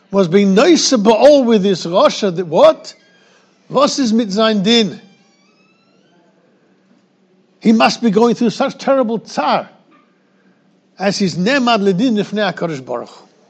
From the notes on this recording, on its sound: recorded in Yeshivas Ohr Reuven, Monsey NY